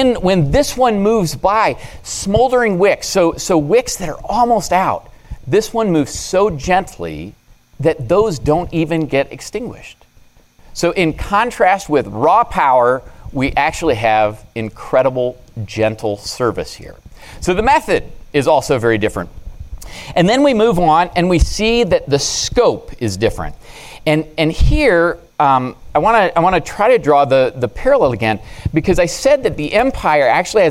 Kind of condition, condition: setting, large echoing room